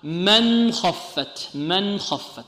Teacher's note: الإظهار، الأول الإظهار عند أحرفي للحلق إلى أن قال همز فهاء إلى أن قال ثم غين خاء أهل خاء، نون ساكنة بعدها خاء الإظهار، تبقى السكون على النون ونظهر النون